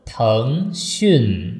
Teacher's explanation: Einmal hoch, einmal unten.